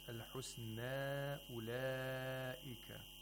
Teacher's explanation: So he does not lengthen the Matul Munfasil to more than two vowel counts. · Term: qasr of Matul Munfasir